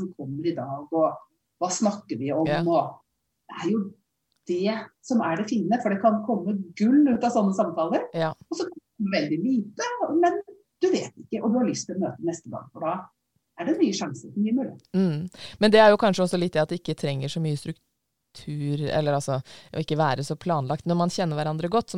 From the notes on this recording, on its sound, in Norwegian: Når alle er på hvert sitt hjemmekontor. Beklager litt dårlig lyd.